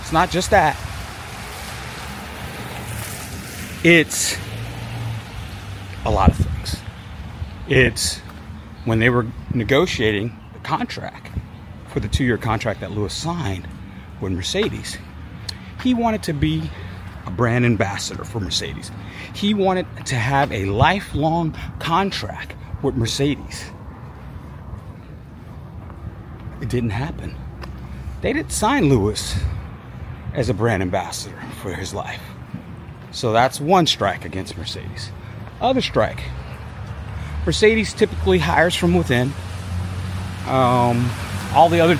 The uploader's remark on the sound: This episode recorded on my walk through the park, so outside noise is included.